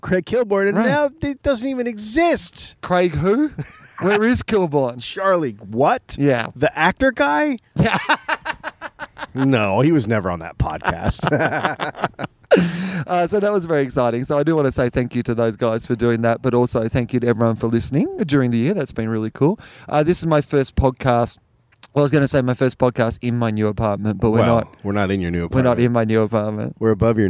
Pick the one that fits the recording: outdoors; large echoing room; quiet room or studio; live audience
outdoors